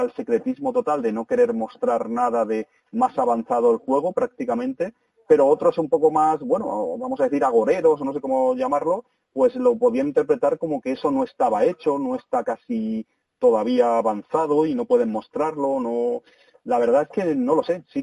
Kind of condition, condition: link, phone line